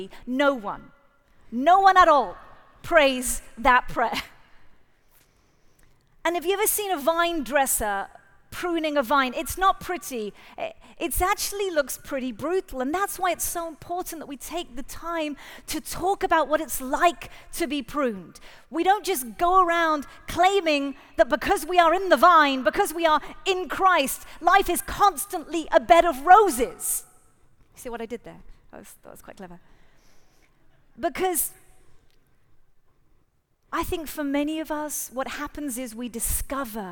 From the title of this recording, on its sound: Live at The Orchard Conference 2023